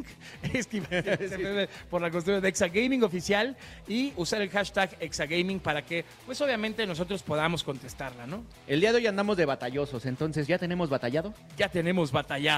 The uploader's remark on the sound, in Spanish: estuvimos en vivo desde la Final Nacional de Red Bull Batalla